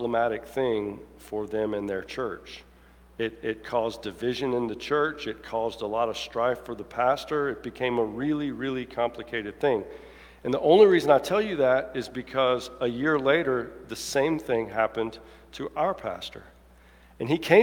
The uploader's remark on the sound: Preaches from Luke 1:26-38 at the 11:00 traditional service. Alabaster First United Methodist Church.